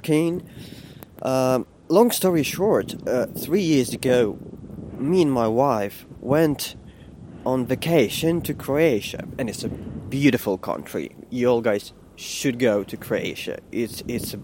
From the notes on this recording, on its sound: I am walking to my office and talking